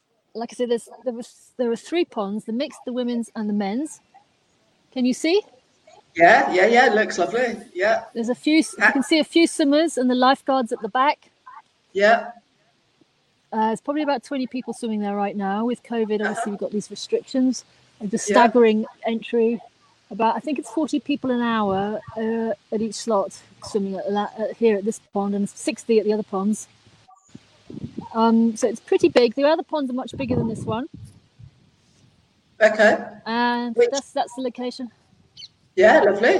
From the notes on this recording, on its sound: live from Hampstead Heath